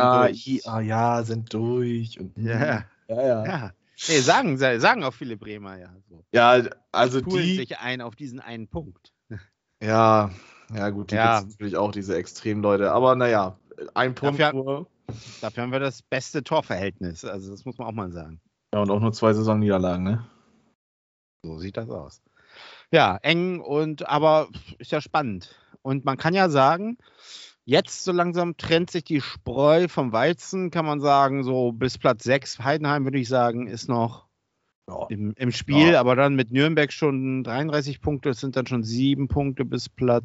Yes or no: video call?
yes